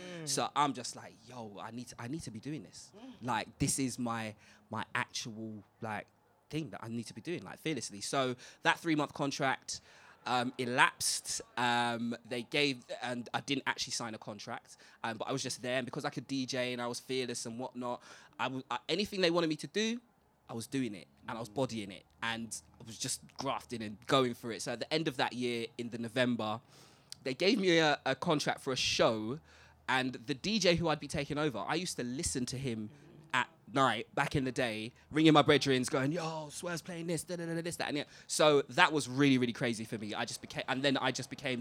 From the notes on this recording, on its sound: SPECIAL EDITION LIVE from Boxpark Croydon. In this live discussion.